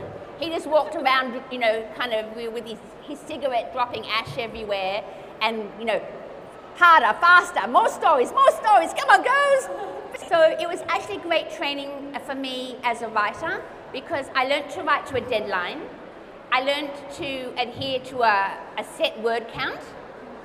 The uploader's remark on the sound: It's our first LIVE episode! CapriCon Rockhampton 2019.